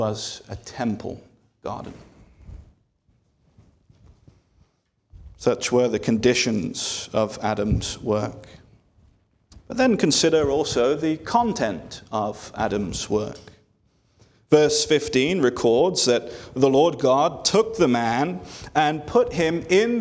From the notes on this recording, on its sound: This sermon was delivered on November 12, 2023 at Antioch Presbyterian Church, a mission work of Calvary Presbytery of the Presbyterian Church in America located in Woodruff, South Carolina.